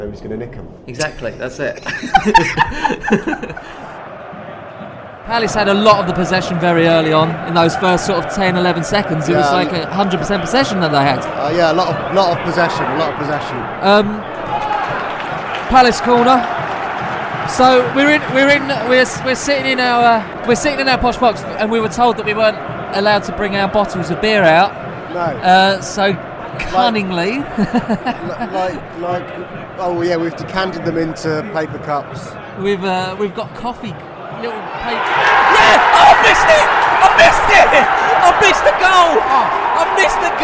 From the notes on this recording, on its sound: Live from Wembley!